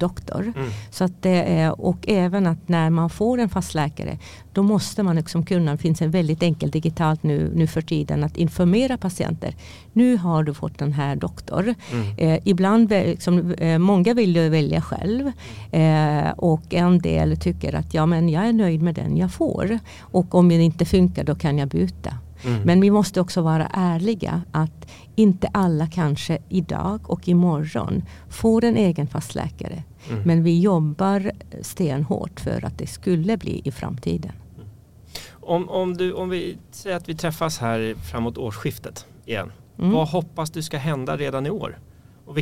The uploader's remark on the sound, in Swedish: Även det här samtalet är inspelat under Vitalis-mässan i Göteborg i maj.